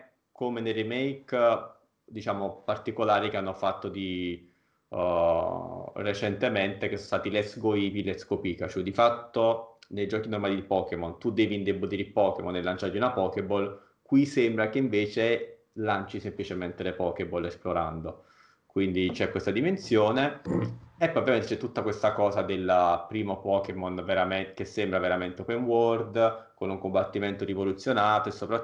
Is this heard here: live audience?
no